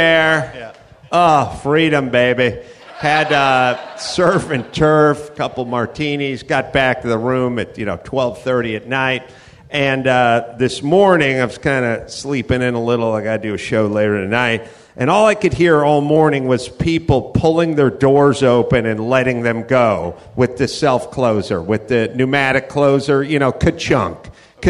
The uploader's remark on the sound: Live from the Houston Improv